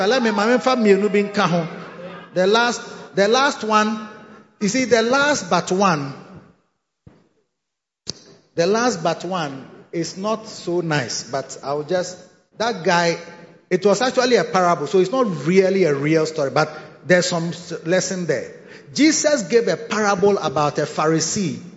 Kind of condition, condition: setting, large echoing room